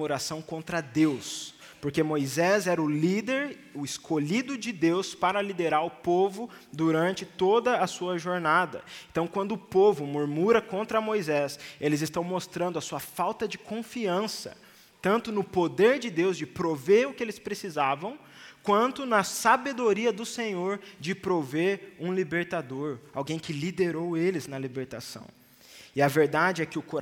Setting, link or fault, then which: setting, large echoing room